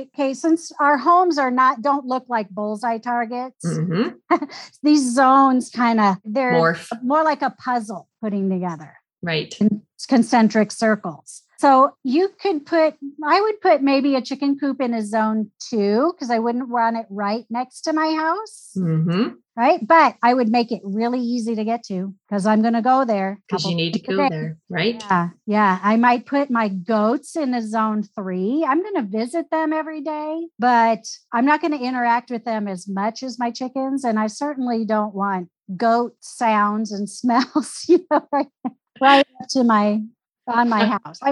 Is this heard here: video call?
yes